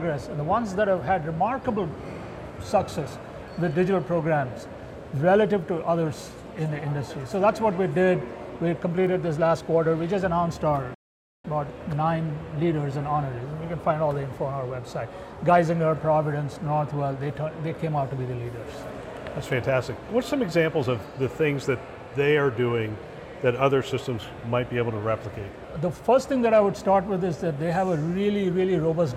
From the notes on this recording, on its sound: Live from CHIME’s Fall Forum.